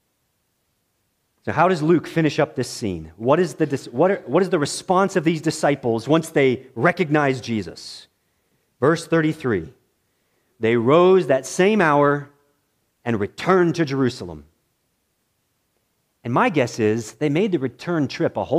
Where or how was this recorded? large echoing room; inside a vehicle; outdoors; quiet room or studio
large echoing room